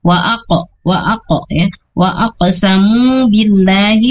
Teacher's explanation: Qalqalahnya itu setengah harokat, harus ada pantulannya ya.